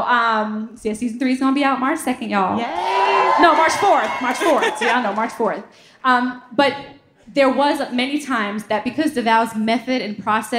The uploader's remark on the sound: Live From Atlanta. ATLANTA, you brought the heat to Dead Ass Live at the Variety Playhouse. They wanted to find the ideal couple in the audience that night.